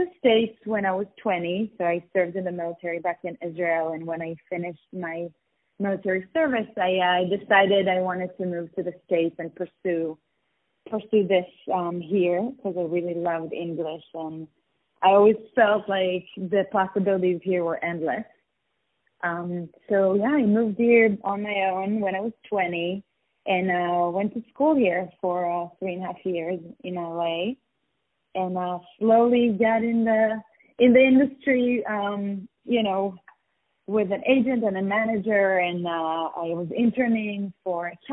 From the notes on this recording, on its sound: On the phone